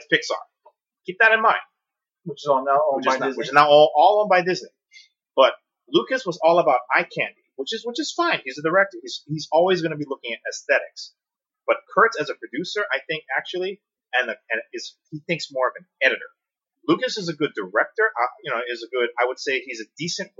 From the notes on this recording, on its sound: Our audio quality issues will be addressed either later this season or during our off-season break.